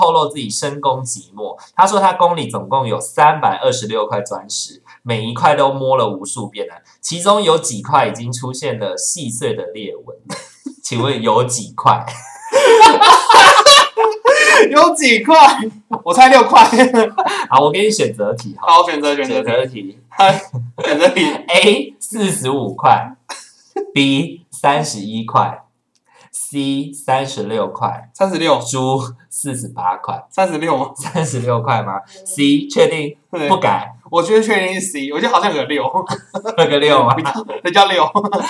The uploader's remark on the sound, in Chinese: 抱歉這一集因為錄音設備設定問題，導致聲音不盡理想